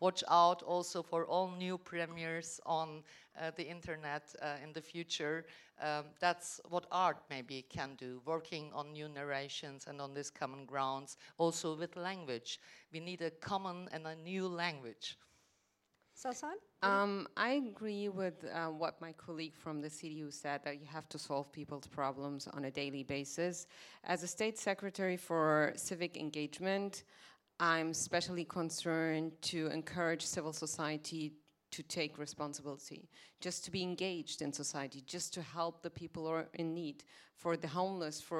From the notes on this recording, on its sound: This show was recorded live